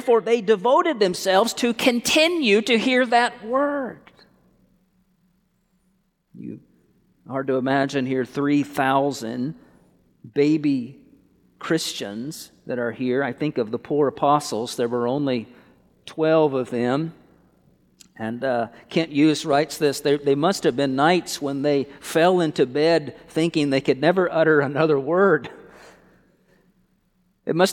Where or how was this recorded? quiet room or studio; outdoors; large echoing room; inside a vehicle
large echoing room